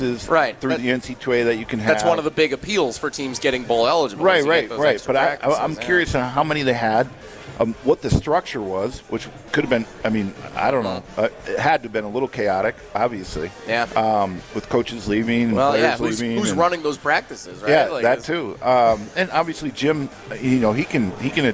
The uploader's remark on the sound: live from the Great Dane